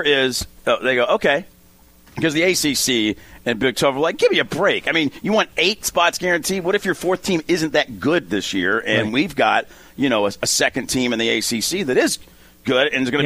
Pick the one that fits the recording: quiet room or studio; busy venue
busy venue